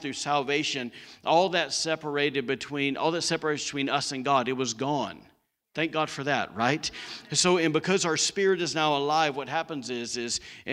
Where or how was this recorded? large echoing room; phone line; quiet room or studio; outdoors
large echoing room